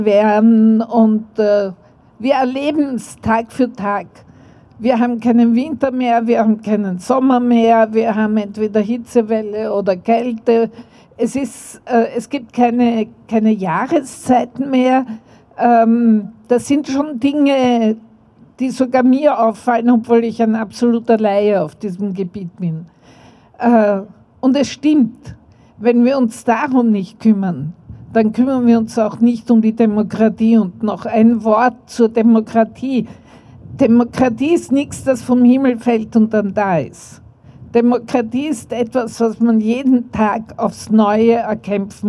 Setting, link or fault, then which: setting, outdoors